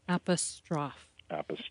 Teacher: three syllables rather than four, with the emphasis on the final syllable